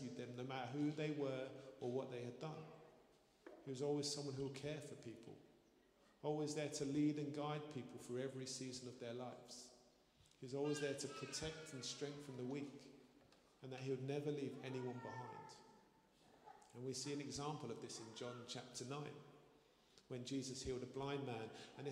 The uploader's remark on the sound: Streamed live at St Paul's Shadwell